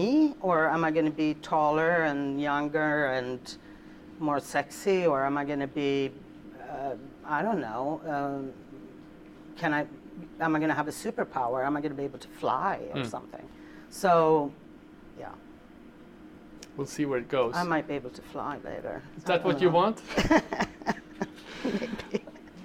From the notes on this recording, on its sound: We revisit a live talk. Recorded at the inaugural Virtual Creatives Live event, co-hosted by Lynk & Co in Stockholm.